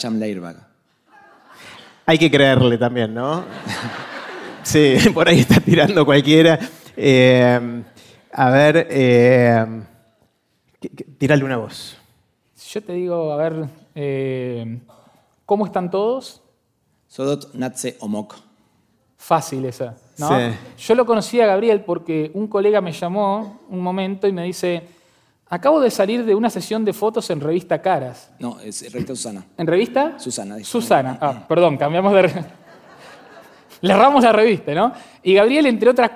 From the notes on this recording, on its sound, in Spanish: Este es un episodio muy especial de Aprender de Grandes que grabamos con audiencia en vivo en el Centro Cultural de la Ciencia en Buenos Aires.